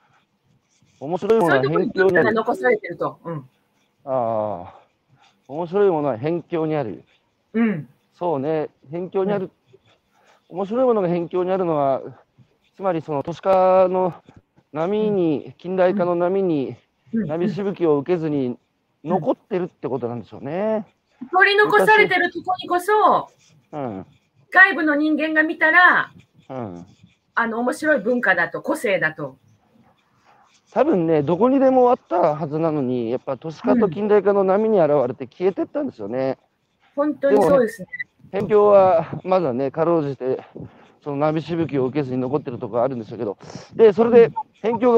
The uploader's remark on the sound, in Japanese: 歩きながら1時間、対談する。